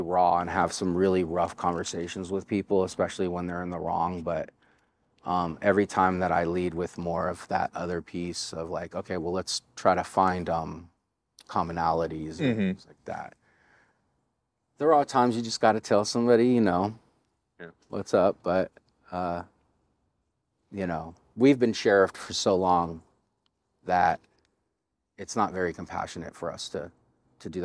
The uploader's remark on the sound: joins the podcast from Washington Park in Portland, Oregon